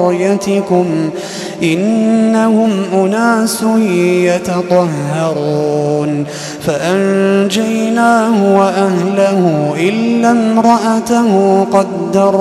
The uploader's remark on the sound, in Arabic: تسجيلات من صلاة التراويح لشهر رمضان عام 2016